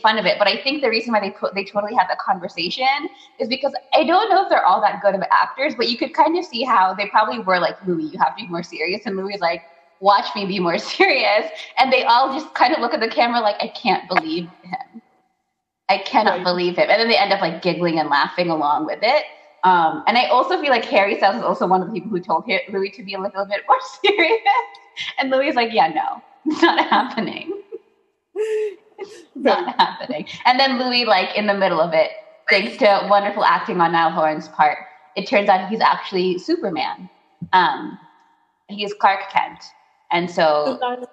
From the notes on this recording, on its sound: We would apologize for the technical glitches